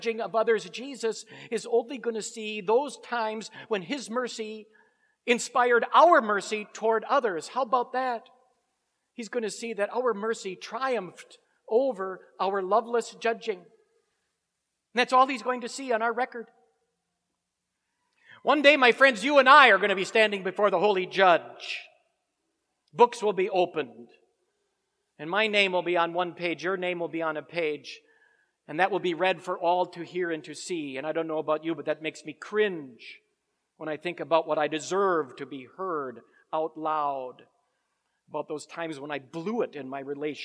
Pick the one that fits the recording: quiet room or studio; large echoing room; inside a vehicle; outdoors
large echoing room